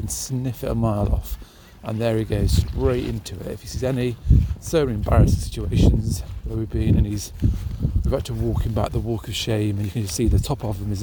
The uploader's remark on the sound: Today's walk is another cold one